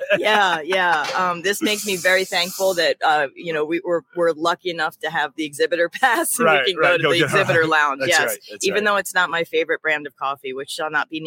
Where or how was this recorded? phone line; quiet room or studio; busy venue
busy venue